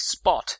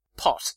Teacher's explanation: in a word like spot, the P is not aspirated. If you hold your hand in front of your mouth, you won't, well, normally at least, you won't find very much air coming out when you pronounce the P in spot.